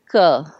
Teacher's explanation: So I'm pronouncing a unaspirated K, which is K. Okay. So for Americans, they hear it as a G, but it's actually a K, but I'm not aspirating.